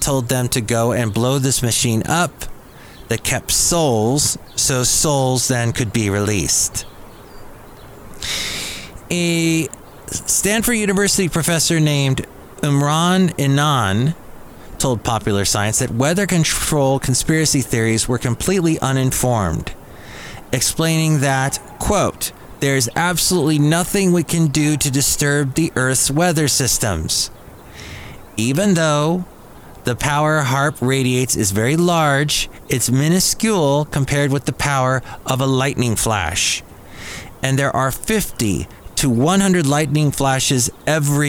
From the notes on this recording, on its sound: podcasts live from Cafe Anyway